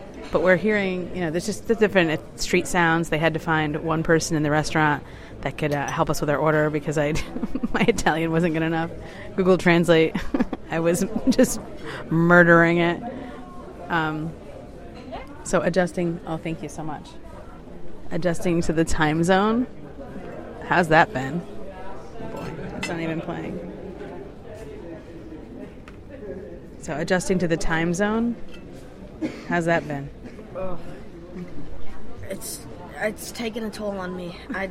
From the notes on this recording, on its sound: Our first Saturday Night on the streets of Venice, Italy, capturing the sounds